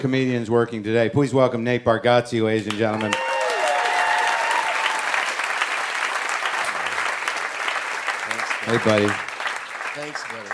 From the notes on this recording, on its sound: It's Live WTF from SXSW.